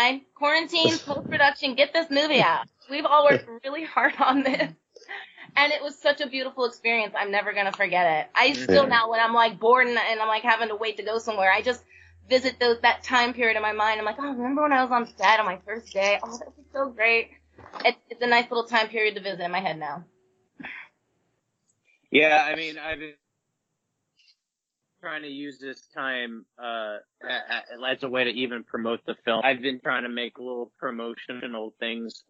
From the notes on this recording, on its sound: Unfortunately there were some audio issues that we were able to work around.